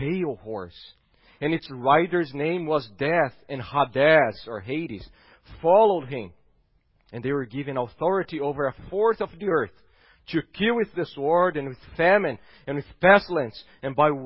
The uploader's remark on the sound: at Gracious Cross Reformed Church Salem on Sunday, April 4th, 2021.